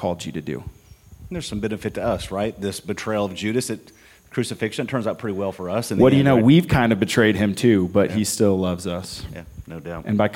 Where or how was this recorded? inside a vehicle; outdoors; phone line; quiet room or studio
outdoors